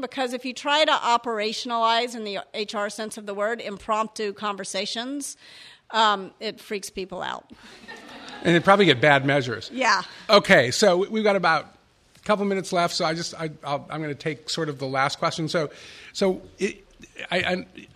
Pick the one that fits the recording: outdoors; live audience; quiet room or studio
live audience